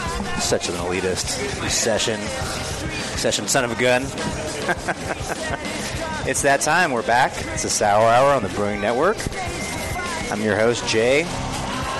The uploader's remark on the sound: The Sour Hour broadcasts live from The Hop Grenade Taproom in Fort Collins, Colorado!